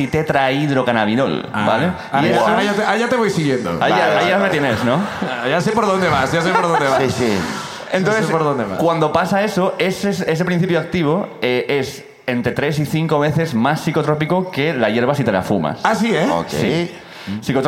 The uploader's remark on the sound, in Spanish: La Ruina desde Sant Feliu de Guíxols. El público del Festival Salat nos cuentan.